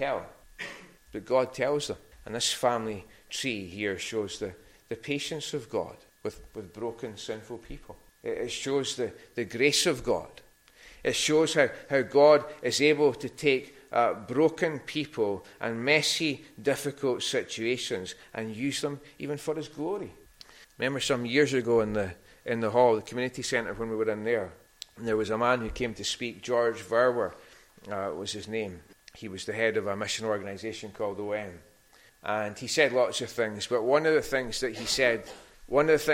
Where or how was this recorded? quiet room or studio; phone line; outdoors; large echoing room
large echoing room